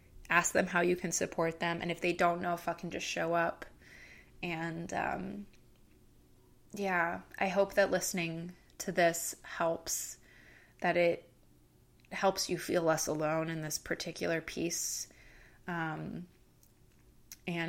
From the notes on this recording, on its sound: my neighbors downstairs were having what sounded like a rave during the only time I had to record this so, enjoy the weird ambient music LOL